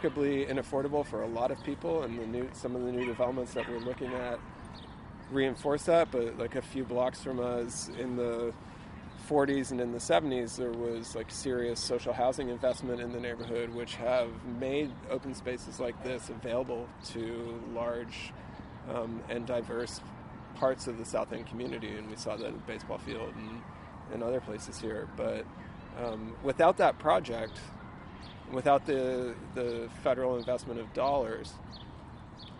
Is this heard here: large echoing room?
no